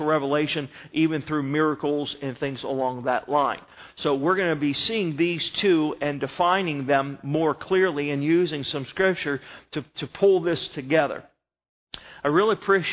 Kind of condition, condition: setting, large echoing room